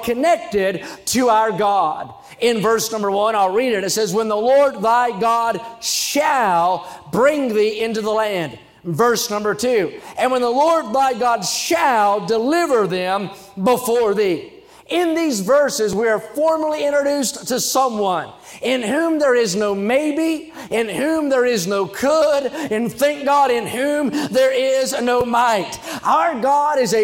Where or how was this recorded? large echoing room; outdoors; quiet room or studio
large echoing room